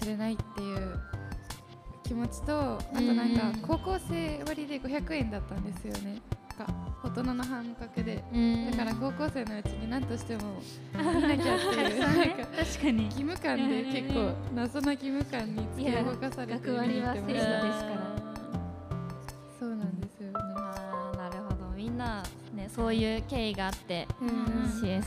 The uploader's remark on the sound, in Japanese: 富山まちなか学生EXPO 2023・公開収録。11月26日にグランドプラザで開催された『富山まちなか学生EXPO 2023』にて、ラジオの公開収録をさせていただきました。寒空の下、大勢の方々の前で収録するのは初めてだったのでドキドキしっぱなしでしたが、いつも通りの雰囲気で楽しく話せました！